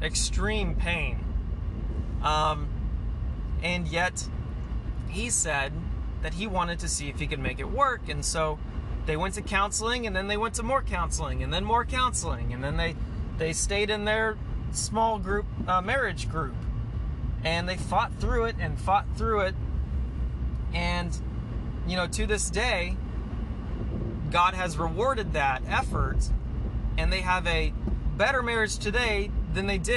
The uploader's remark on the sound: Sorry this was recorded in the car.